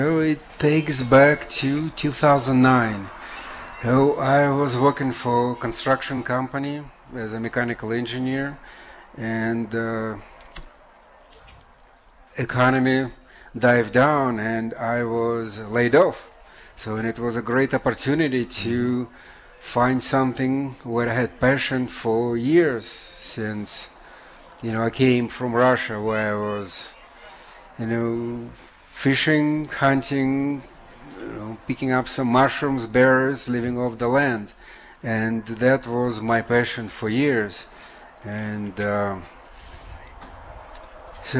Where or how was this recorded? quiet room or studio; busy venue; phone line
busy venue